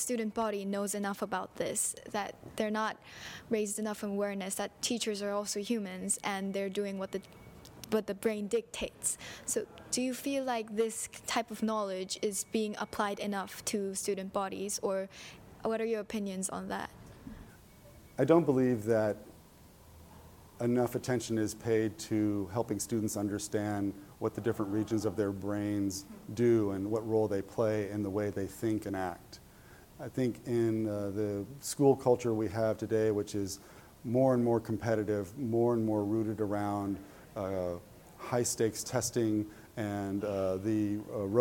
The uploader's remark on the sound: This interview was recorded live at the 7th annual 21st Century Learning Conference in Hong Kong.